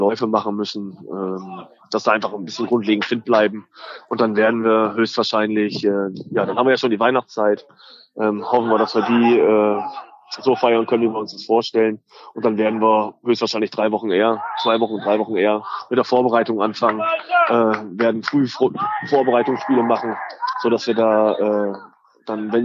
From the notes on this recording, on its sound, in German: Am Platz des Hagener SV während der laufenden Partie gegen den TuS Glane in der Kreisliga Süd. Direkt und live vom Platz.